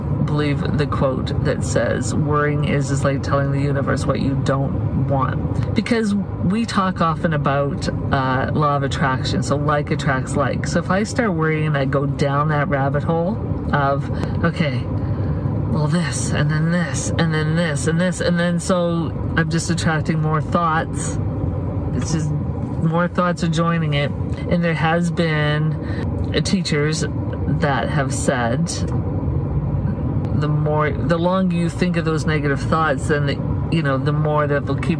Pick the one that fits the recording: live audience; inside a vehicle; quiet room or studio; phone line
inside a vehicle